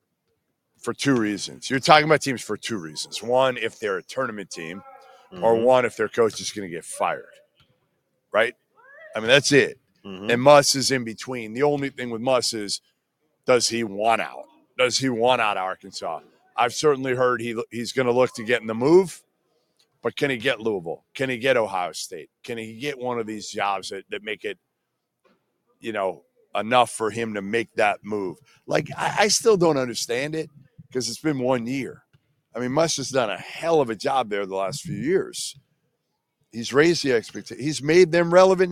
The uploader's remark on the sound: LIVE from Neville Arena in Auburn